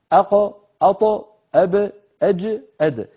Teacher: العرب إذا نطقوا قاف طاء باء جيم دال حروف قطب جد وهي ساكنة نطقها تهتز · Term: القلقلة